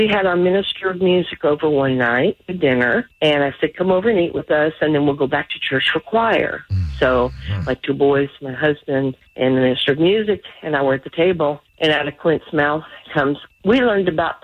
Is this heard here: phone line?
yes